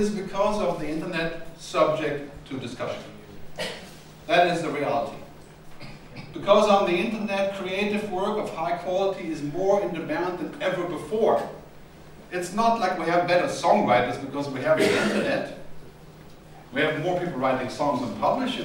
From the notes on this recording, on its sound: presentation at the Contemporary Music Centre's conference 'The Future of Music in the Digital World', which took place at the Coach House, Dublin Castle on 11 June 2010